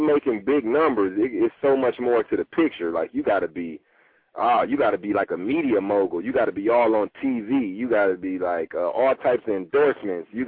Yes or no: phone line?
yes